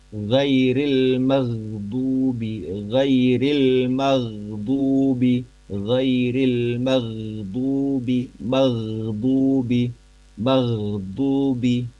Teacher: Huruf ghain ini termasuk diantara yang tidak qalqalah, tidak memantul.